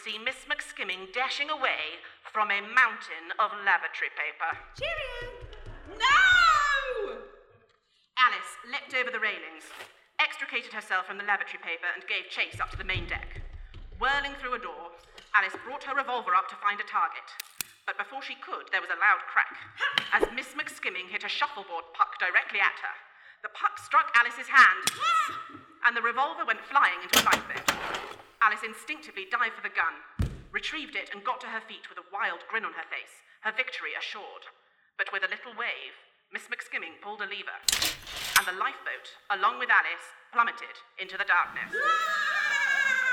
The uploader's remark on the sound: We return to the Wandsworth Arts Fringe with a radio play recorded in front of a live audience (hilarious sound effects included). Presented by Blackshaw Theatre.